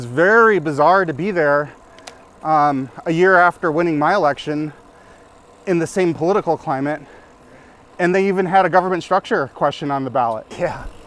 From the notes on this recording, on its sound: Recorded while on his bike commute home after a day representing Ward 1 at Minneapolis City Hall.